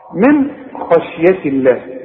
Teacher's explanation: طالما ان الحرف اللي معاك مكسور وبعديه لفظ الجلالة رقق لفظ الجلالة